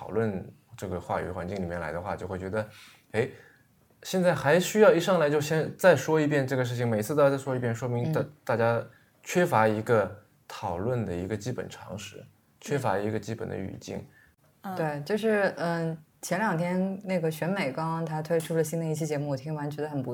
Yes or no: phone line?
no